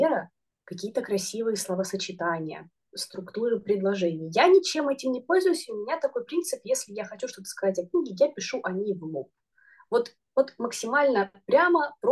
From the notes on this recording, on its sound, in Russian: мы записали новый зумподкаст